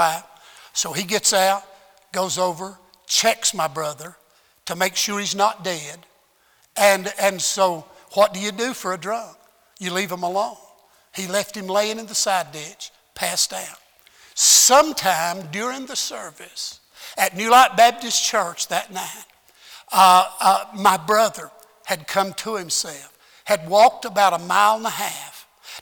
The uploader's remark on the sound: at Heritage Baptist Church, Lawrence Kansas on Sunday AM, March 14th, 2021